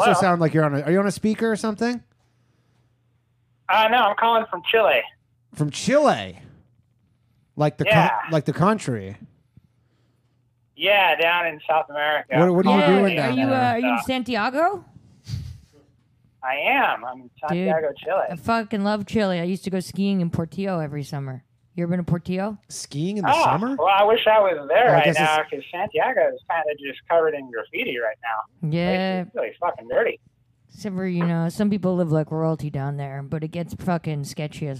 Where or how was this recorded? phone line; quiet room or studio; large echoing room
phone line